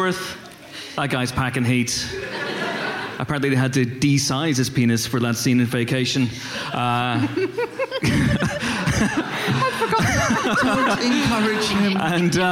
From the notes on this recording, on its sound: Recorded live at Kings Place, London, as part of the London Podcast Festival. Play Empire Podcast Bingo with the audience.